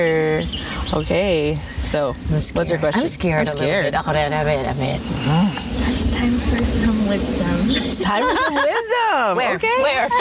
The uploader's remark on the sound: Strolling through The Huntington Library and Botanical Gardens, they pause to record a bit